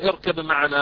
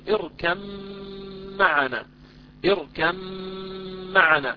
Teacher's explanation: الباء هذه في كلمة اركب، الباء هذه تدغم في الميم إدغاما كاملا · Shown in: second take · فما نقول اركب معنا ما نظهرها، لا نضغمها فنقول اركم معنا، اركم معنا. · Term: إدغام الباء في الميم